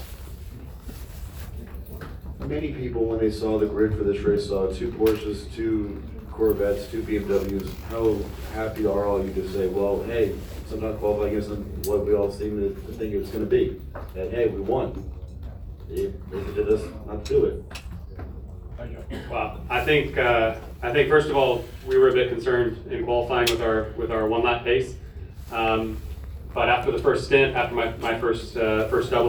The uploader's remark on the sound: Live from Daytona